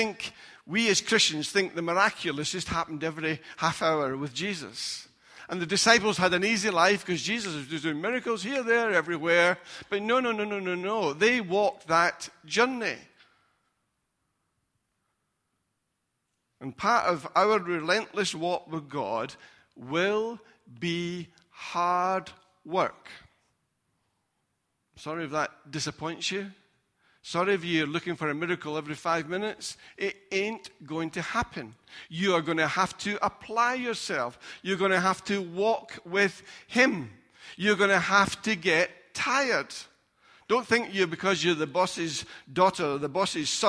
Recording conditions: large echoing room